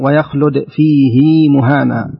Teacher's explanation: مد صلة صغرى يمد مدا طبيعيا بمقدار حركتين